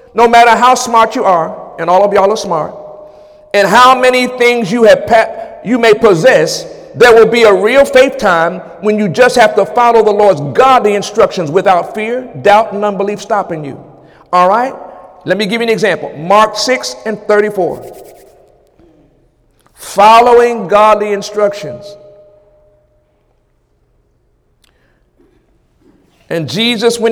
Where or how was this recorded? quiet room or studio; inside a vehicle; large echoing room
large echoing room